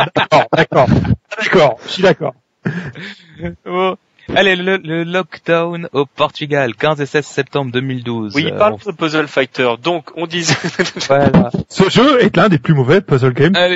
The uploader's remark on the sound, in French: C'est la tradition un peu partout de faire un épisode plus long, enregistré en direct sous le soleil, juste avant la coupure estivale.